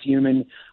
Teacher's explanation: pronouncing human is human, where the H is dropped, it becomes a yes sound, is a well-known phonological aspect of certain varieties of American English, including those spoken in certain parts of New York City.